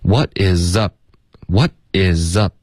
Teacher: is 跟 up 他连读 isup，那 up 结尾呢嘴唇合上，导致一个干脆的停顿